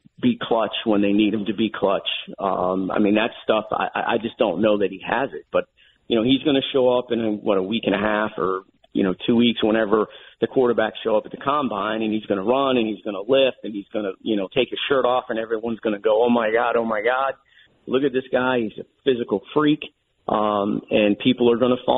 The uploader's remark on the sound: calls in to the show